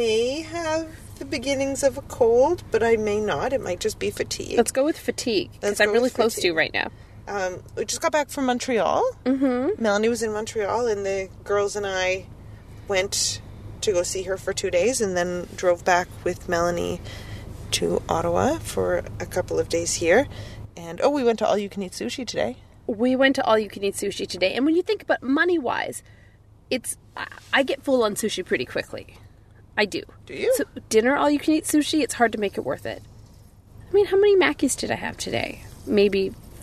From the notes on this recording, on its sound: podcast from the car